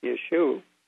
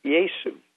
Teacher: Because when you write it in Greek, Greek has no SH sound, so it couldn't be Yeshua. It comes out Yesu. · Shown in: second take